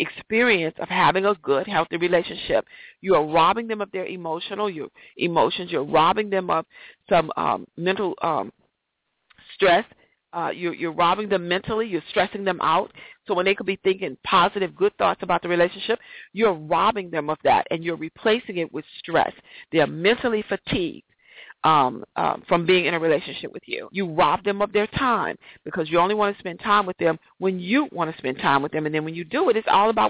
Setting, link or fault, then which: link, phone line